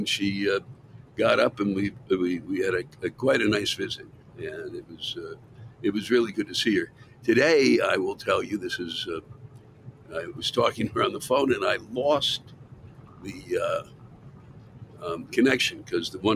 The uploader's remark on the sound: Recorded live somewhere on an interstate near the Colorado/Kansas border